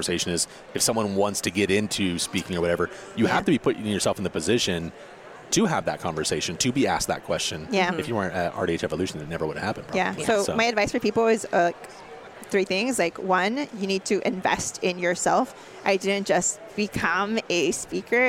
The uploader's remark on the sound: We deliver a highly requested episode in a roundtable format, recorded at ADA SmileCon.